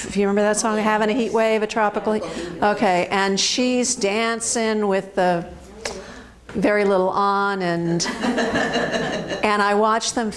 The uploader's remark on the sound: This Ames Free Library Presentation was recorded live at the Queset House in Easton Massachusetts.